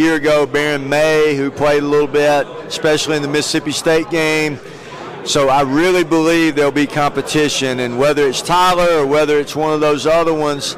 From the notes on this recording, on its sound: The Bluebloods are live from SoCon Media Day in Greenville, South Carolina.